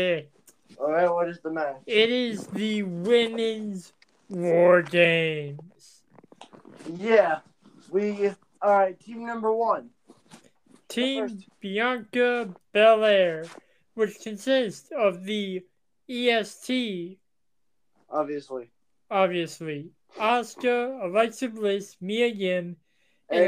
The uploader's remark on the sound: I apologize for the audio quality